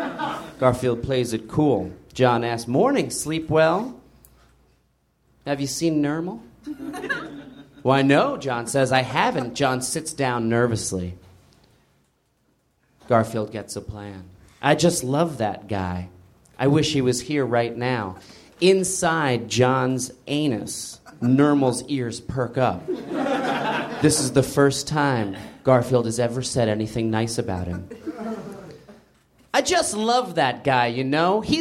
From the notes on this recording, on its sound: Recorded at Nerdmelt Theater, June 18 2013.